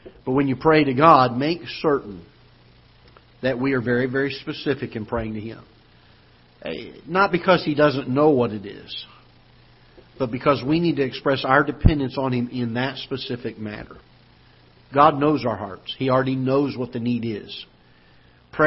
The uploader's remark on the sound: Ketha Heights Baptist Church ~ Live Broadcast